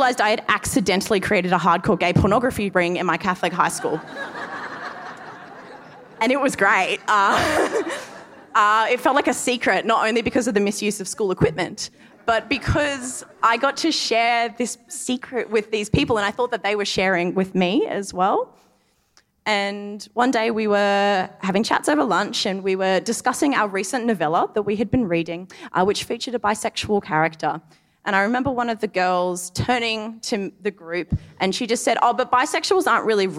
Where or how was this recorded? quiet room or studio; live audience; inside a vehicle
live audience